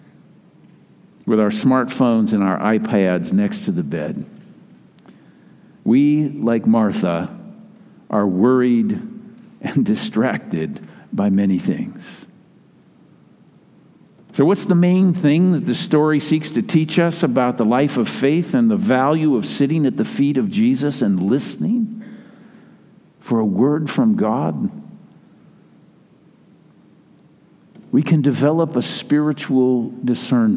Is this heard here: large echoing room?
yes